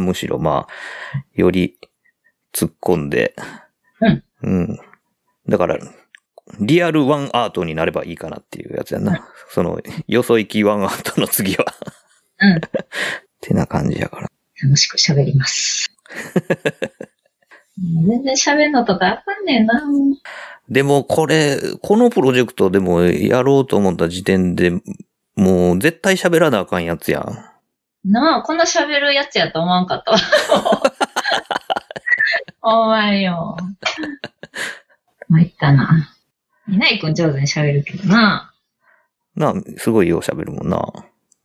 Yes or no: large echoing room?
no